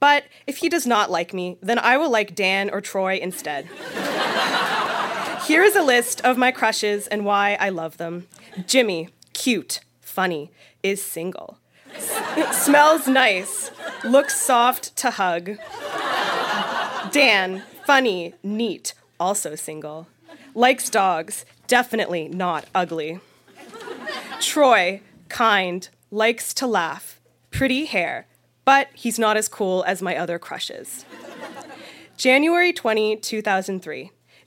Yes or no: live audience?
yes